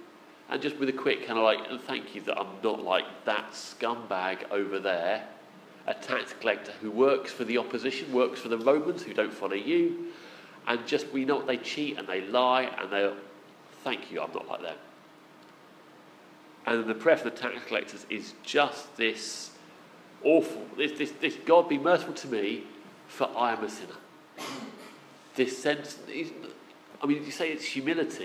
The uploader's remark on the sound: Our sermon from the 11am service on Sunday 23rd October 2016